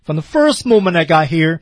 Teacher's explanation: 他调调在 I got here, here 的时候升到了一个高点 · Term: 升调